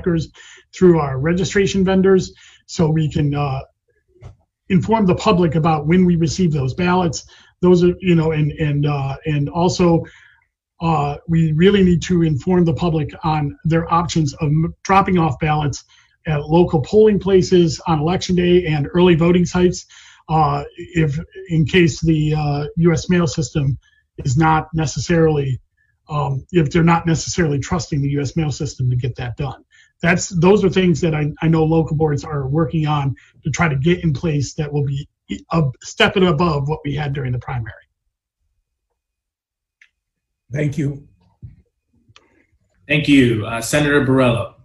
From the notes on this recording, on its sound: I appeared via Zoom to testify